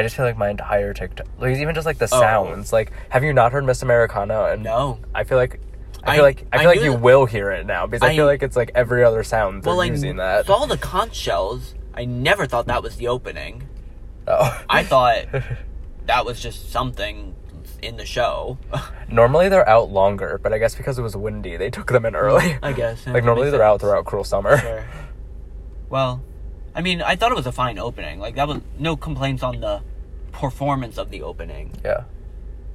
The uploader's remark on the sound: They record this live from their car after the concert. The quality is actually pretty good.